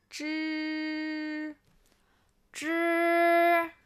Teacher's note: 发音时先短暂阻住气流再放开，气流不特别强